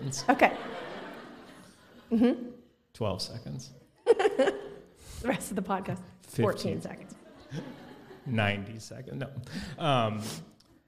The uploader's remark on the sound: Enjoy the first ever live podcast recording from our event on December 23, 2022!